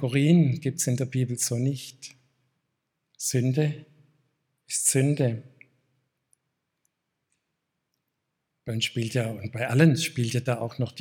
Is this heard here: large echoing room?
yes